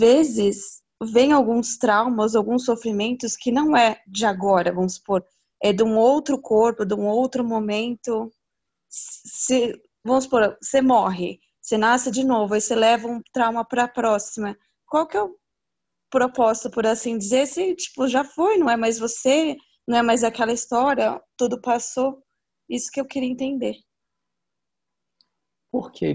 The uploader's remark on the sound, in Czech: Online viz Zoom.